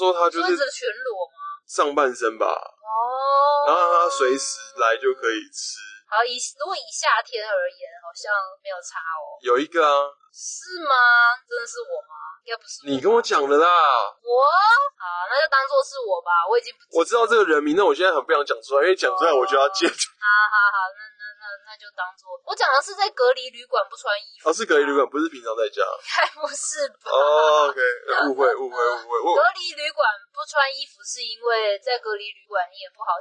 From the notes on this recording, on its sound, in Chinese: 本集為車上錄音，音質有點糞